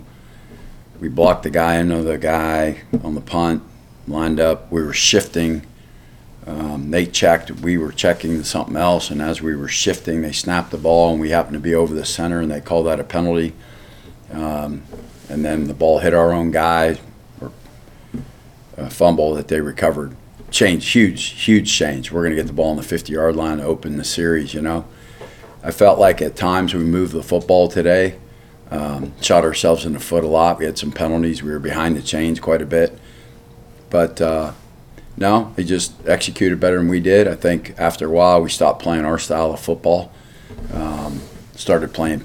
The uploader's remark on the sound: postgame press conference